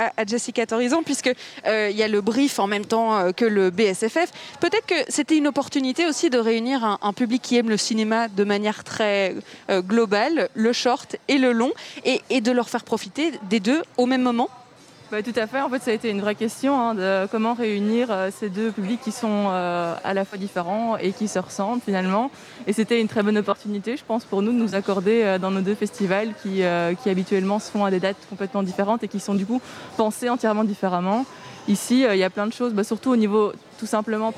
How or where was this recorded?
busy venue